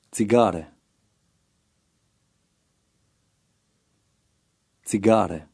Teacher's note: Note the long A sound, as in the English word cart.